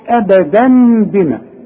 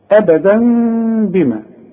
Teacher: هتقلب التنوين إلى مين وتخفيه وتغنه · Shown in: second take · Term: إقلاب مع الإخفاء مع الغنة